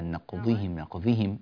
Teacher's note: الضاد المكسورة لا تجعلها ذالا، نقضهم نقضهم، نقضي حرف يعني يخرج من جوانب اللسان اليمنى واليسرى، ضاضضي، فبما نقضهم.